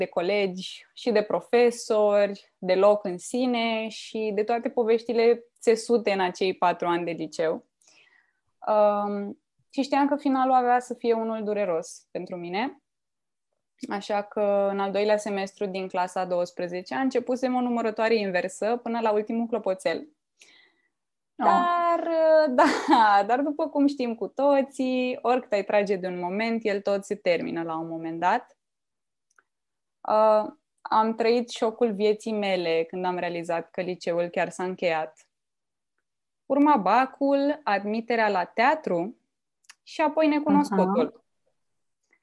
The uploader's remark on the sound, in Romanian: Înregistrările sunt realizate pe Zoom, ne cerem scuze pentru eventualele probleme tehnice.